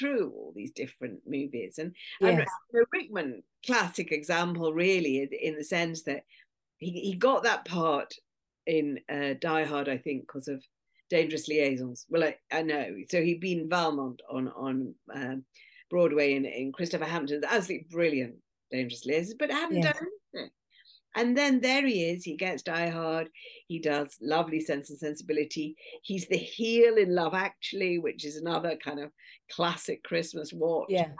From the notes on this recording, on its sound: This episode was filmed on Zoom